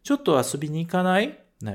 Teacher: a gente tem que jogar a entonação pra cima pra virar uma pergunta